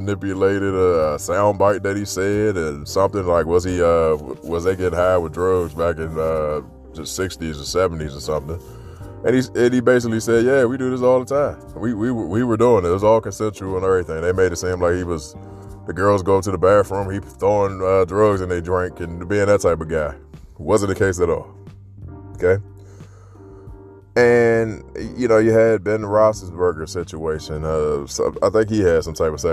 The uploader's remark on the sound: Friday walk and talk.